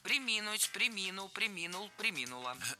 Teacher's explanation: Ударение в этом глаголе падает на второй слог. Причем всегда, во всех формах.